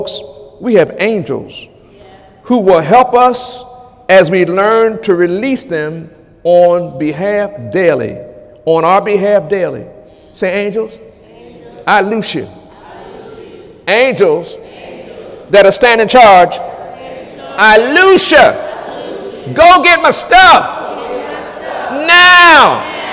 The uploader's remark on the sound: During Sunday morning service on October 1, 2017